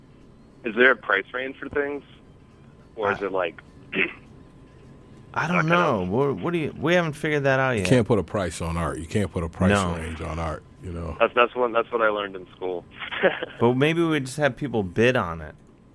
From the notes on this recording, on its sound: To Studio A for spooky times and light chit chat! Talks on the phone and such.